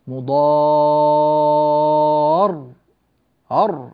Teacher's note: إذا نظرنا هنا نجد أن الراء أمامنا مشددة، إذا وقفنا على هذه الراء نعطيها التشديد الذي لفظنا به الآن، تشديد واضح، مضار أر هكذا، ضغطة على الصوت قبل الانتقال إلى هذه الراء، لماذا؟ حتى يظهر تشديدها